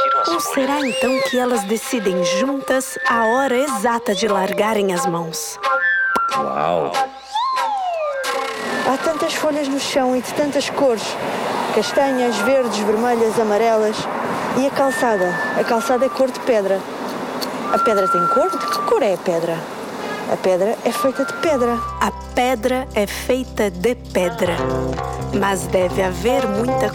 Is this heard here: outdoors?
yes